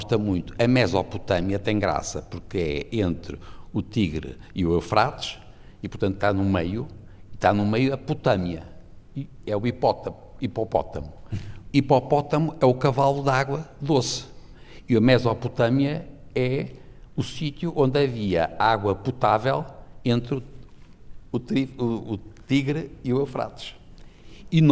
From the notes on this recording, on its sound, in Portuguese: Ao vivo na VI Conferência da Murganheira.